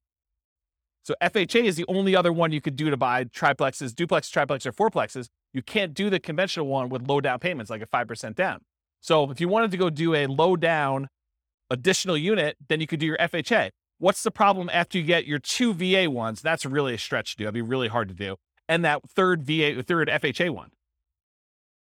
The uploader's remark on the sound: This was a live class recorded